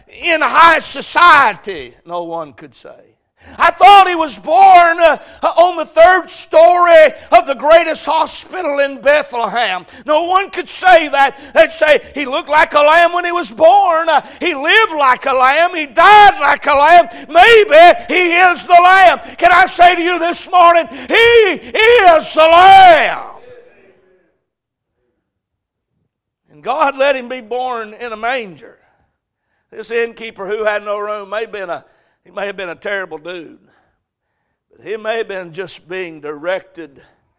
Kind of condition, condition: setting, large echoing room